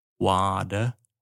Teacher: v té američtině já to O změním na A, wa, a to T změním na D, water, a přidám nakonec ještě ten r, water.